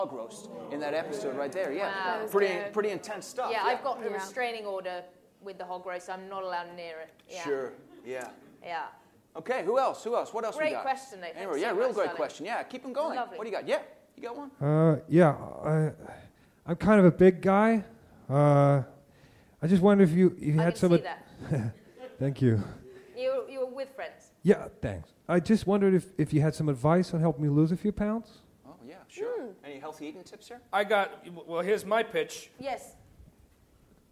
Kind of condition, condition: setting, live audience